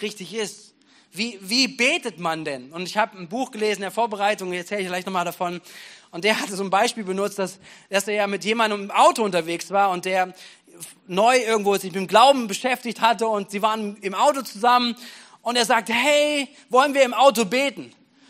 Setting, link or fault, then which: setting, large echoing room